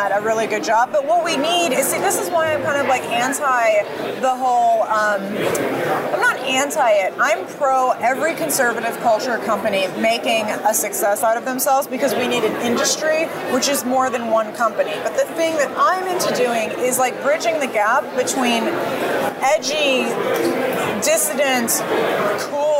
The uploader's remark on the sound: Battleground LIVE from CPAC